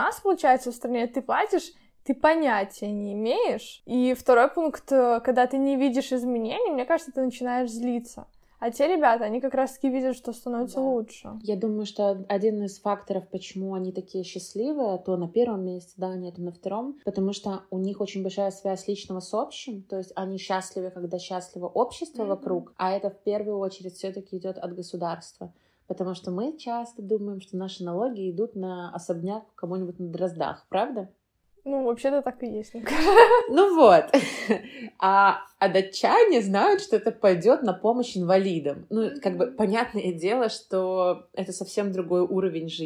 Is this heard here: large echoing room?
no